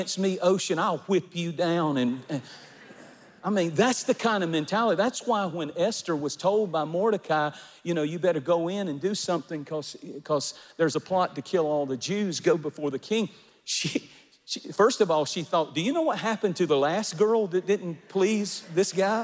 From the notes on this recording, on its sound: recorded at our Divine Conference